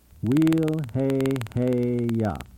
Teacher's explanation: The first sound of the second phrase, wheel, is not overly enunciated or pronounced with the lips, but the lips are kept close together.